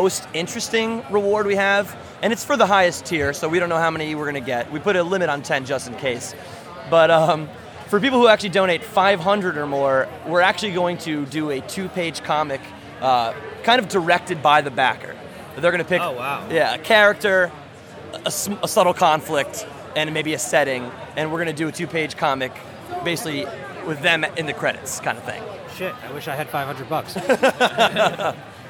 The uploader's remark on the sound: we include some of their interviews that they got a chance to record while at the show